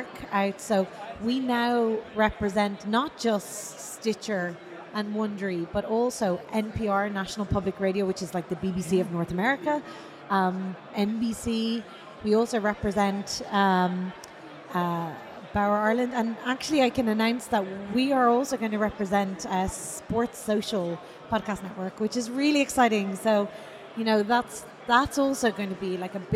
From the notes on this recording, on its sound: Live in London.